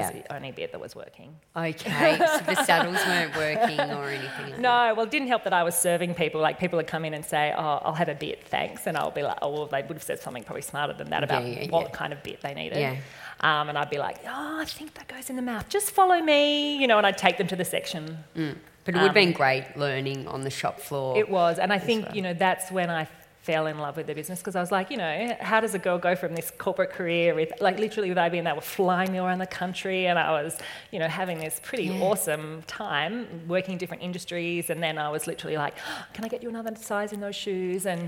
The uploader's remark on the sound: This weeks episode is a little different, it's a Live Recording! At The Huddle event in Orange in Feb 2020.